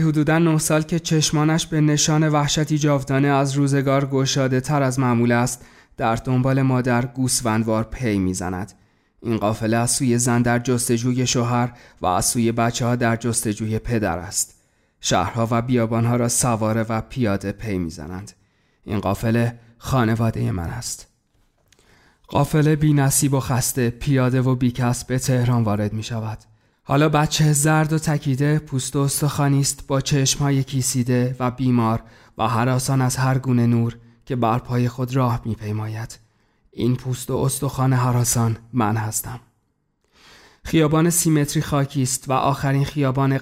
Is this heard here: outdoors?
no